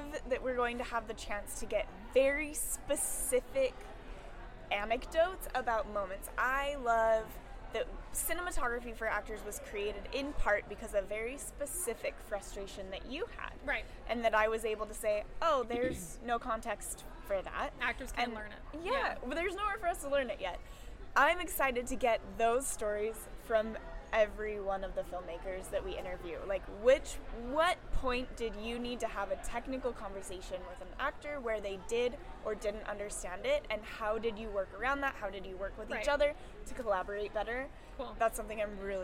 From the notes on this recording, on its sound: We are live, on-location at the TCL Chinese Theatre for the 19th annual Oscar Qualifying HollyShorts Film Festival. We are live, on-location at the TCL Chinese Theatre for the 19th annual Oscar Qualifying HollyShorts Film Festival , as the official podcast partner.